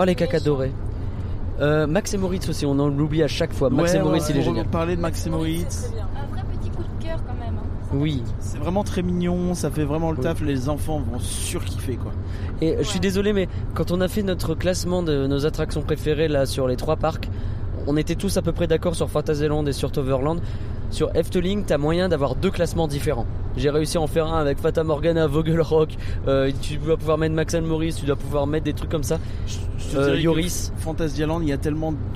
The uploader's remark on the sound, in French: Reportage DEPUIS Phantasialand